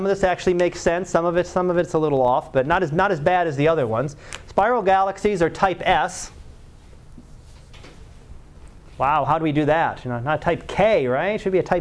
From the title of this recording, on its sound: Live Class Lecture